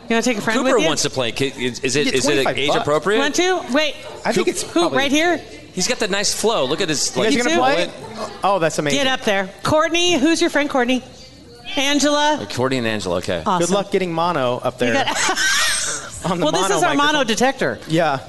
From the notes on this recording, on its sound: LIVE At Hail Varsity Club. Our LIVE podcast event was so much fun!